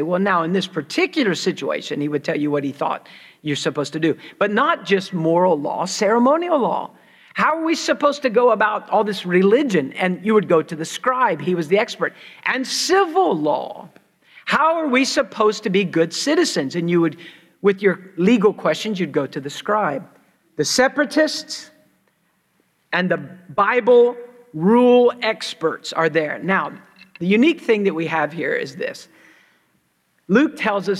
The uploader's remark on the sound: preached at Christ Church New Albany